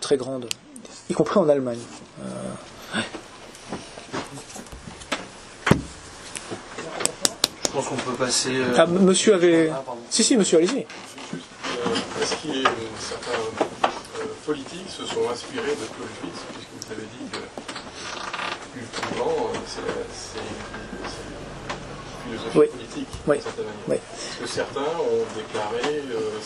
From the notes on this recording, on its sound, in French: Enregistré à La Nouvelle Librairie le jeudi 1er juin 2023.